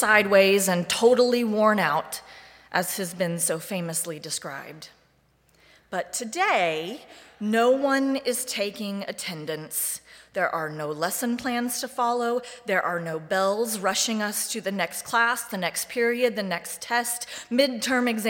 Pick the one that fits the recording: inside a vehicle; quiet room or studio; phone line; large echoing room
large echoing room